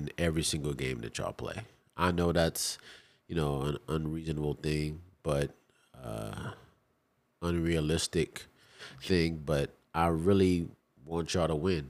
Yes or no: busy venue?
no